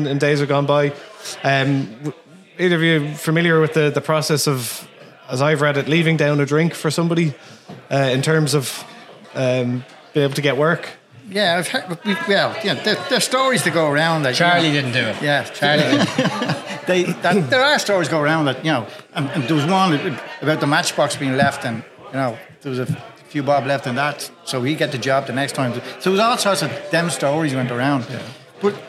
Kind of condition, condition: setting, live audience